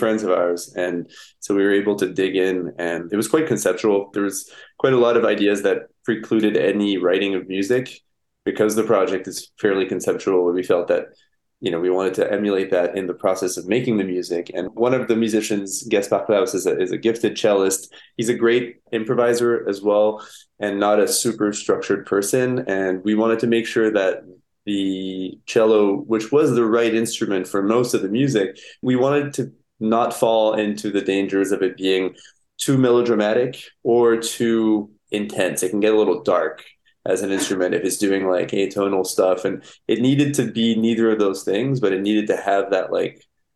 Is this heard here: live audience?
no